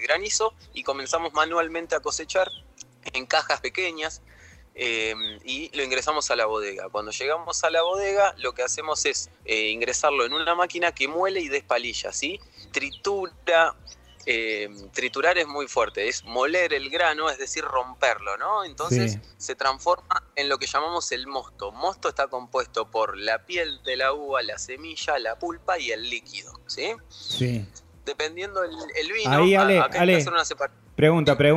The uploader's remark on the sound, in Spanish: Charla telefonica